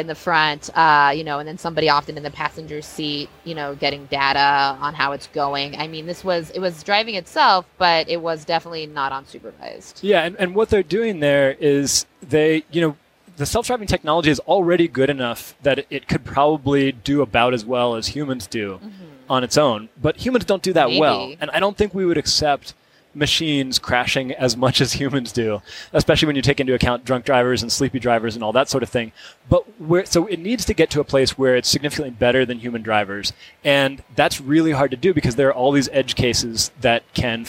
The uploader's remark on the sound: Live from CES